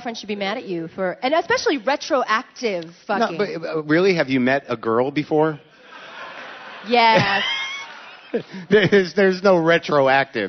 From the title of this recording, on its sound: Live from Vancouver